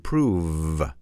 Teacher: the pronunciation of the V is simply an F, an F, an F, but you use your voice